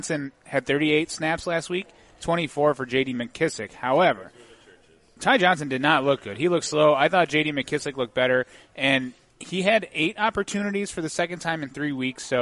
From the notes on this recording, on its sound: The show’s live studio audience crept steadily towards double digits as well. Feeding off the frenzied energy supplied by dueling fan club bases.